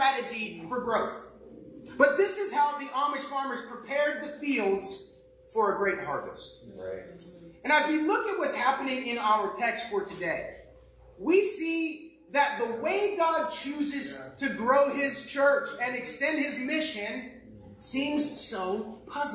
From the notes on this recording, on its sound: Our normal audio quality resumes around the 26 min.